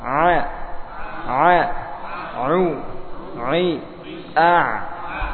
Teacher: Tertahannya aliran nafas. Bainiyah. Ini berkaitan dengan suara antara apa? Rakhwah dengan apa? Dengan syiddah. Ada alirannya, cuma tidak panjang.